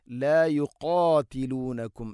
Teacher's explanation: കാഫ് തൊണ്ടയുടെ മുഗൾ ഭാഗത്തിൻ്റെ മേലെ ചെറുനാക്കിൻ്റെ ഭാഗമാണ് മഖ്റജ്.